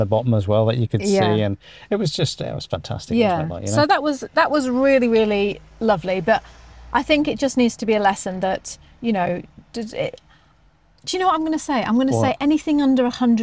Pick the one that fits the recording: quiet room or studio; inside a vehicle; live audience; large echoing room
inside a vehicle